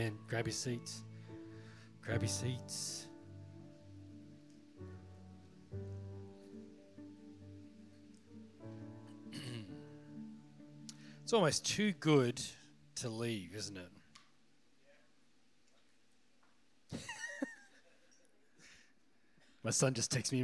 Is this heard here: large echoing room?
yes